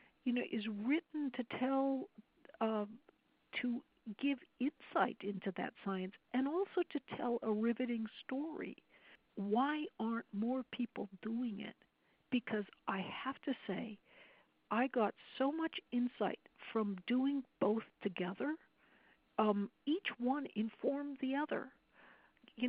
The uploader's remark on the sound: I was on the phone with her for about two and a half hours